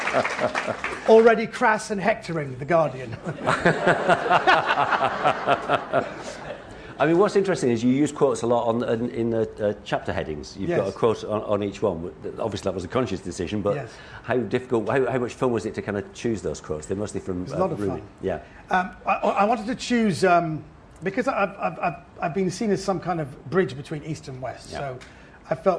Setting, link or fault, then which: setting, live audience